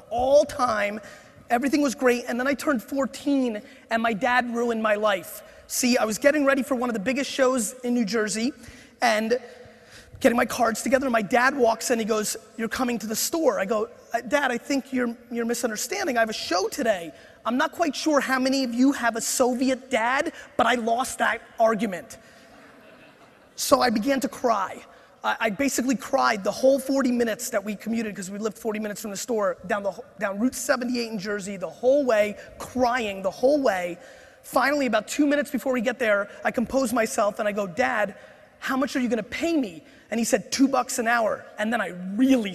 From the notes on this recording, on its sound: This keynote I gave at the INC 500 seminar